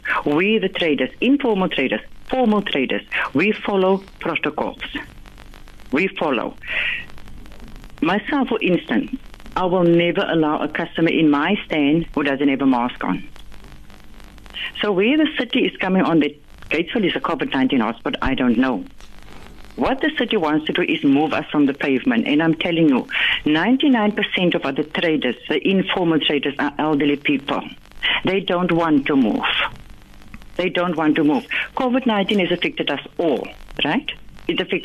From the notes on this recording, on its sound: Joining us instudio is. Joining us via phone.